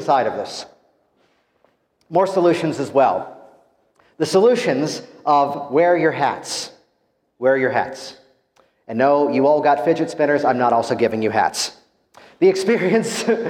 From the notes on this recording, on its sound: Live from Las Vegas, I’m proud to share with you my keynote address from HypnoThoughts LIVE! The HTLIVE event was an incredible experience.